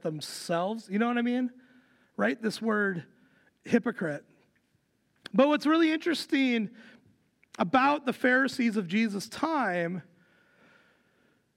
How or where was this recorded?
large echoing room